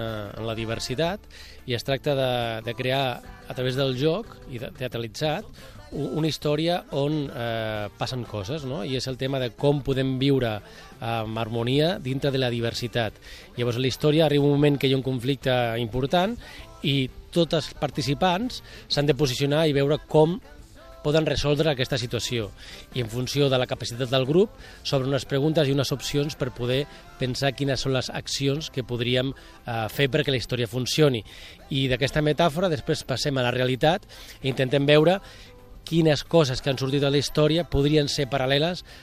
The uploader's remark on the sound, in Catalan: Passegem per l'Espai Consciència del Festival Clownia